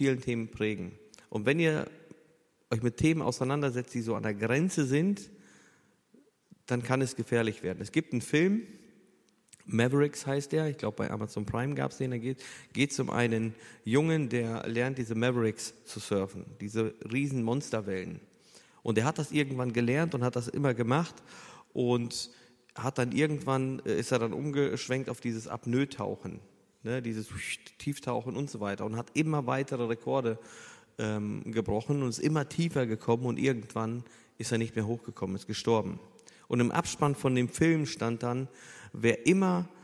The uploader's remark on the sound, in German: Eine Frage aus unserem Q&A Abend